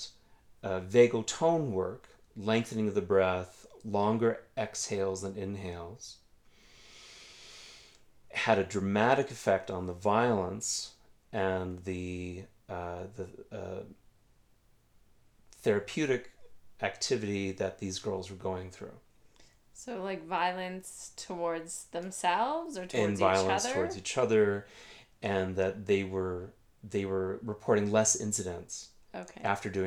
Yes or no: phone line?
no